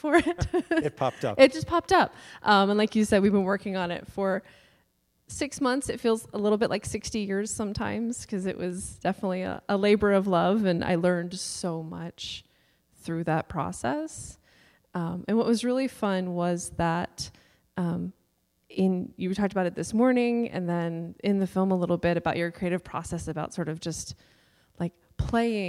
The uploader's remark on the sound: Today's podcast episode is the conversation and Q&A that was held live, after the film premiere.